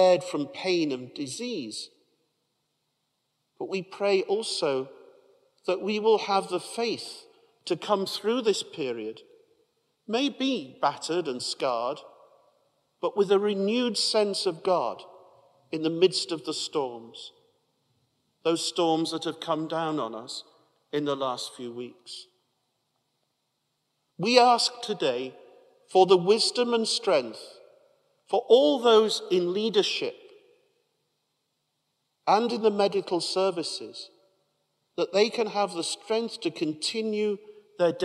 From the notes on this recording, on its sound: At a special Mass for carers at Newcastle Cathedral